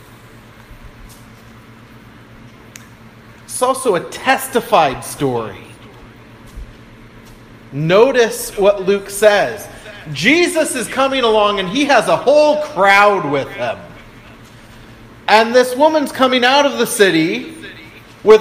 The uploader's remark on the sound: I apologize for the echo in the background.